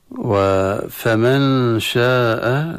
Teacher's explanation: وفمن شاء، الإخفاء النون عند الشين من حروف الإخفاء، الشين عند النون الساكنة مع الغنة